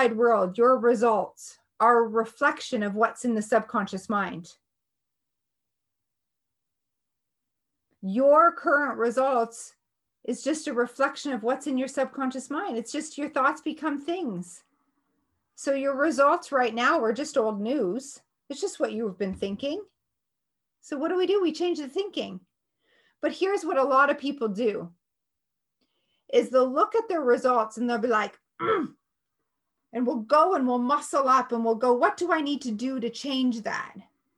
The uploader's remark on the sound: Today's episode in an excerpt from one of my Zoom classes.